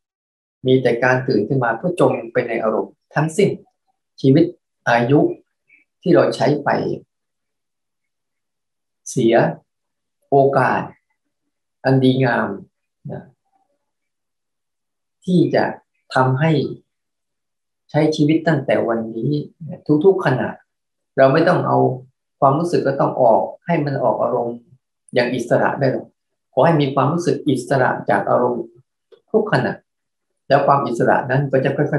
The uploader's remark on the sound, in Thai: คอร์สออนไลน์ (ผ่านโปรแกรม Zoom).